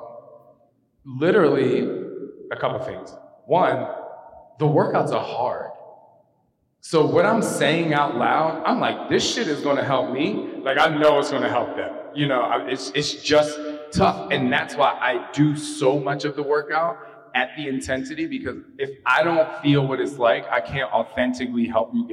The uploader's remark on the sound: The vibrant city of Lisbon as he shares his experiences with guests of his LIVE event. While the audio quality may not be perfect.